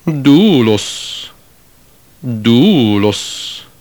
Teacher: Notice here how the voice glides upward and downward in the first syllable. · Term: circumflex accent